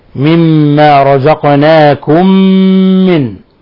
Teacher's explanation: ميم ساكنة جاء بعدها ميم متحركة أضغمت الميم الأولى في الميم الثانية. مما رزقناكم من، فميم أضغمنا الميم الأولى في الميم الثانية وأظهرنا غنة مقدارها حركتين.